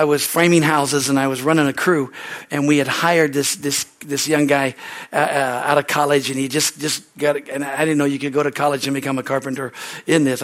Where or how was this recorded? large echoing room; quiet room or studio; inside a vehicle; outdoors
large echoing room